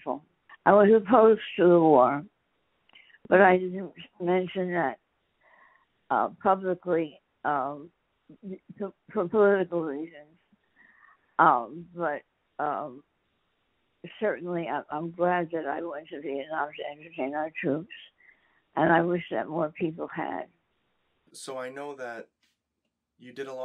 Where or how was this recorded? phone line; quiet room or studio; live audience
phone line